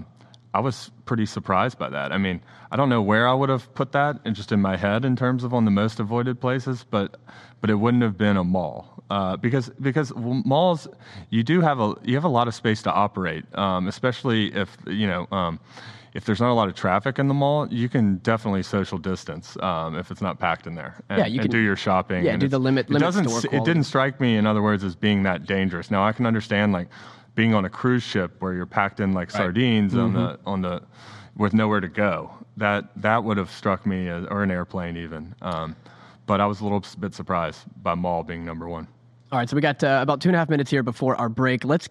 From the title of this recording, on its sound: LIVE from FreightTech Venture